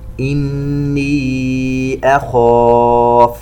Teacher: إني أخاف، عندنا مد منفصل يمد بمقدار 4 حركات، ونفخم الخاء التي هي من أحرف الاستعلاء، مفتوحة وبعدها ألف، أعلى مراتب التفخيم